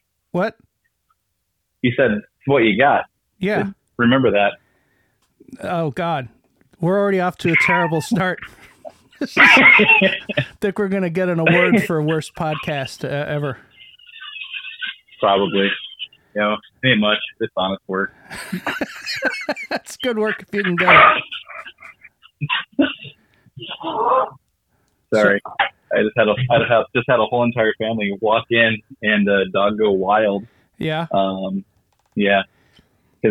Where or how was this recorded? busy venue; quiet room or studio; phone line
phone line